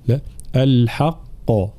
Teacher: الوقف على القاف هنا أصلها الحق مشددة مضمومة، نقف على السكون ولكن بيان التشديد، فلا نقول الحق، لا الحق هكذا.